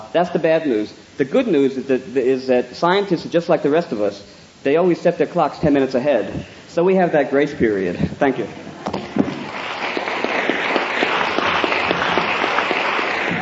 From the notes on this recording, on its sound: Recorded early in the 1980s at a Psychedelic Conference held at UCSB